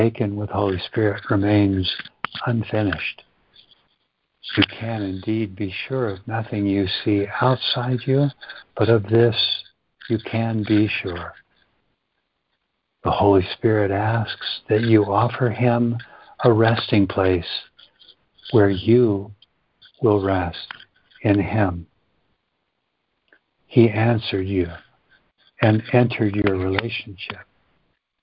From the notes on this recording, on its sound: ACIM Daily Conference Call.